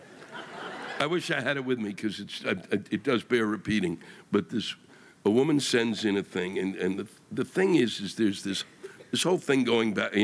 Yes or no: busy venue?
yes